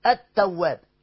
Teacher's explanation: طيب التواب، التواب معانا هنا لام شمسيه مدغمه، اصلها التواب، فهندغم اللام في التاء ونقول التاء بس